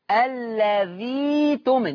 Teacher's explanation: إبدال الهمز الساكن ياء مادية، إبدال الهمز الساكن عشان الهمزة قبلها همزة وصل